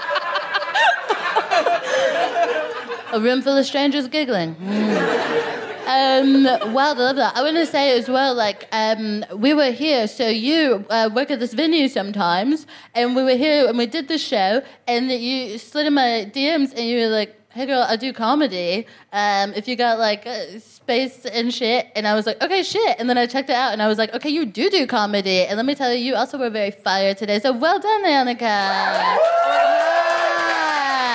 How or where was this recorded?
busy venue